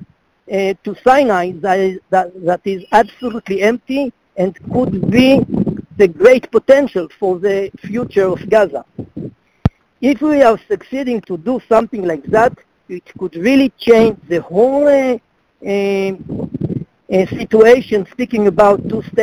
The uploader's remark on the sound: in a conference call on June 28, 2018